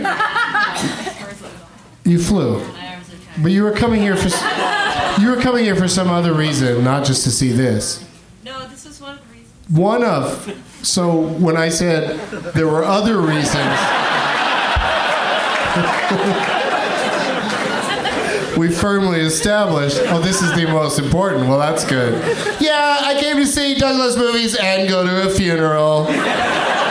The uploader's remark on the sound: Live from the Cap City Comedy Club in Austin